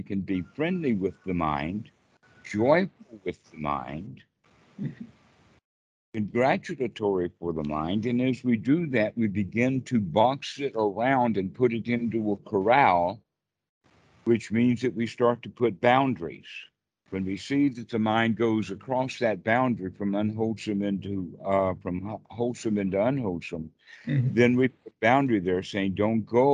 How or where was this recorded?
video call